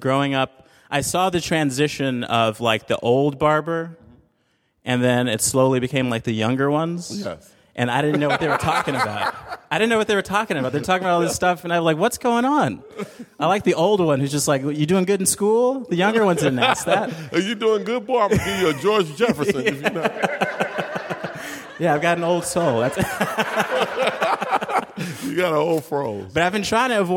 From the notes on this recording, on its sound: LIVE!! at the Chicago Podcast Festival. Recorded November of 2016 at the Chicago Podcast Festival.